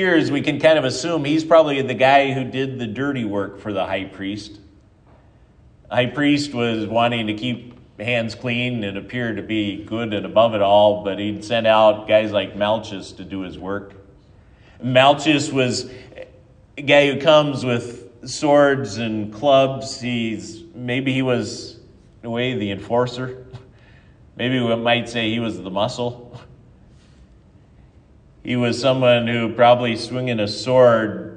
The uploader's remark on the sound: Ash Wednesday sermon. At Triumph Lutheran Church, Ferndale, Washington.